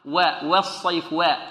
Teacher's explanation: الثاني، الخطأ الثاني نحذر منه هو تقليل فتحة الواو أو إمالتها · Term: الإمالة